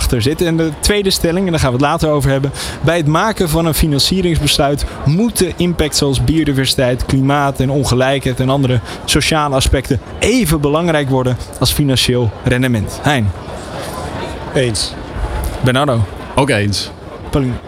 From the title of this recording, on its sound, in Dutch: New Business Radio op de PROVADA 2023